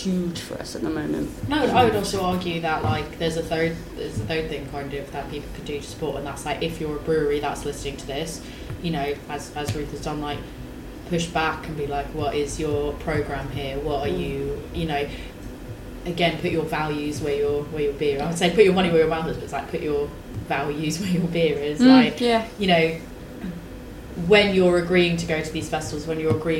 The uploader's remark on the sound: we share conversations we had during our brew day at Elusive Brewing